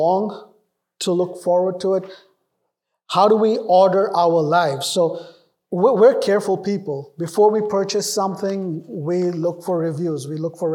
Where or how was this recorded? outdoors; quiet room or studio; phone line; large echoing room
large echoing room